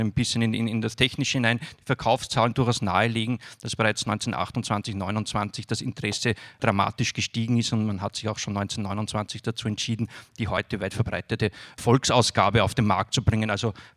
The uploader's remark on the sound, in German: Lesung und Diskussion in der Roten Bar des Volkstheaters